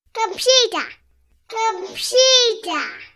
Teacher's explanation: notice how much clearer you heard the emphasis on the second syllable